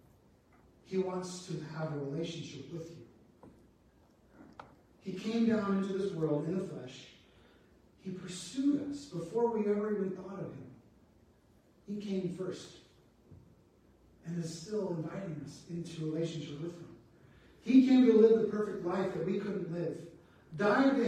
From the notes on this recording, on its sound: Apologies for the sound not working well